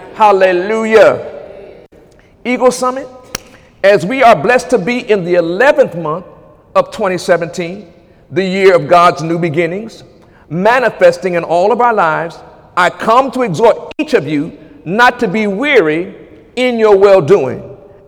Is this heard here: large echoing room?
yes